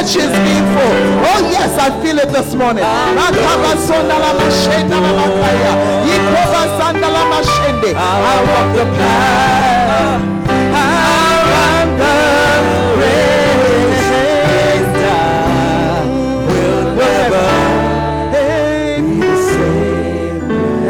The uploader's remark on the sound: Preached at The Art Of Evangelism Conference